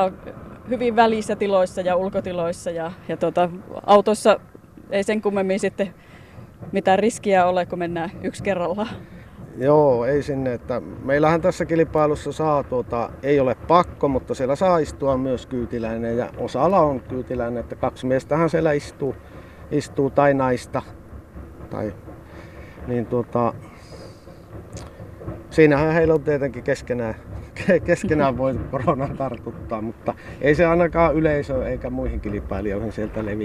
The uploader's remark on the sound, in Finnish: Rallikärpäsen puremat koolla Torniossa - kuuntele millaista on kyyti ensikertalaiselle.